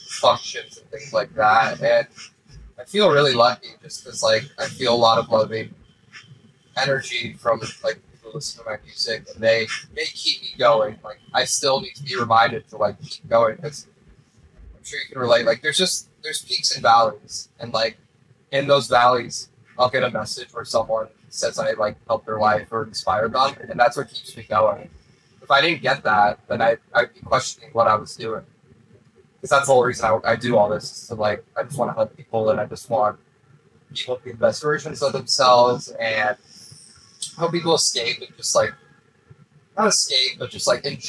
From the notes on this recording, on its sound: My hard drive failed shortly after this podcast was recorded. I've tried my absolute best to salvage these podcast files but unfortunately I had to take the sound from the camera recordings.